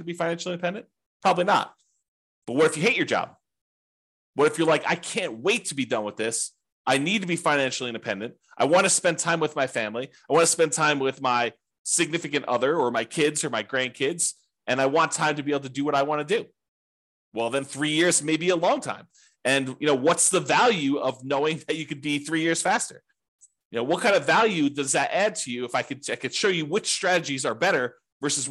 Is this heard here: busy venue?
no